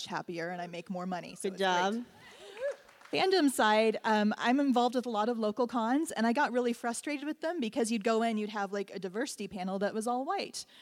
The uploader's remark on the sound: Continued coverage from STLV! Interviews from the show floor. The audio from the Women in Trek panel.